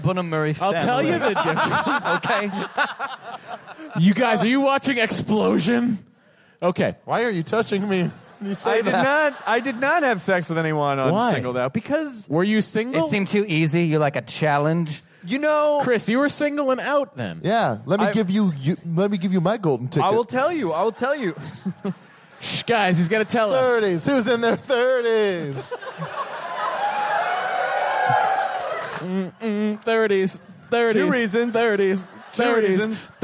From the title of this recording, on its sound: Live at SF Sketchfest 2014